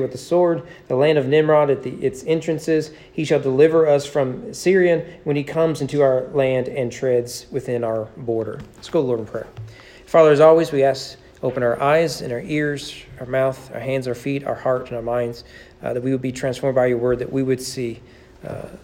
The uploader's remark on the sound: Sermon preached at East Frankfort Baptist Church on December 22, 2021 as part of the annual Candlelight Christmas service.